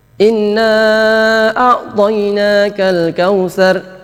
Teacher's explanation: Innya itu kurang dengung. Jadi tidak membaca dengung. · Term: meninggalkan dengung